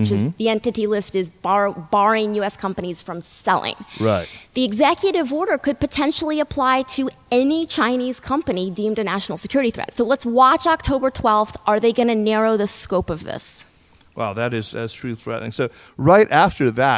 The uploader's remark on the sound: This episode was recorded live at the Columbia China and the World Forum 2019. At Columbia University.